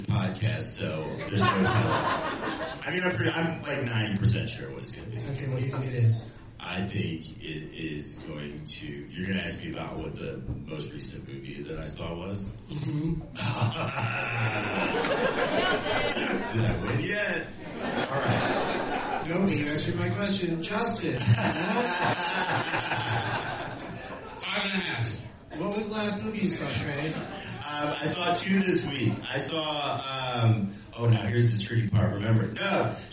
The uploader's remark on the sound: Live from Zanies Comedy Night Club in Nashville.